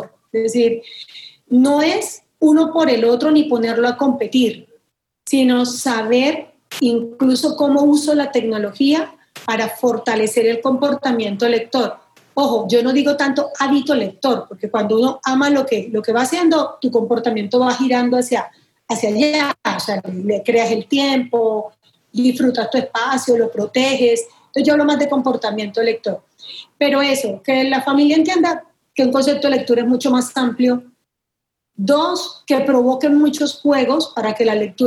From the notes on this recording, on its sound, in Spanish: Para este episodio estuvimos conversando por ZOOM.